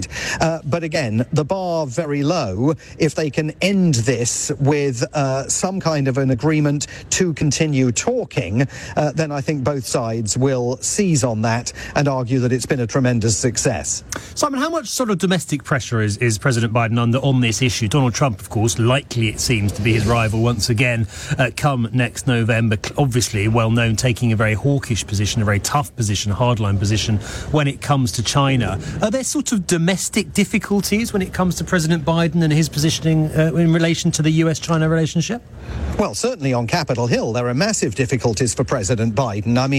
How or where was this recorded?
busy venue